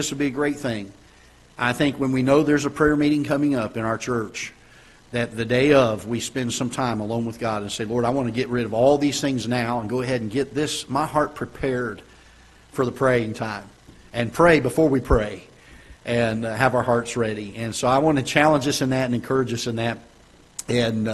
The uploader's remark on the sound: Ketha Heights Baptist Church ~ Live Broadcast